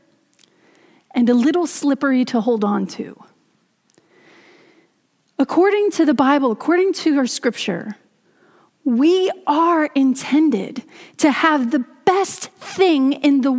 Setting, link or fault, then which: setting, large echoing room